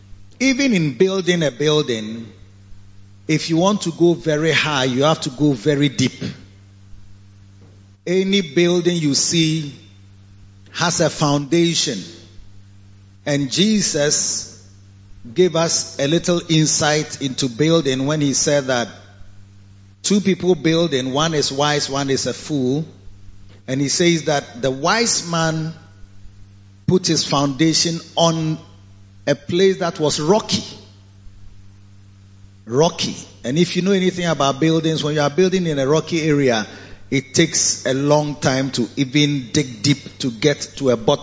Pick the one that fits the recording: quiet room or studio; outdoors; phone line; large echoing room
large echoing room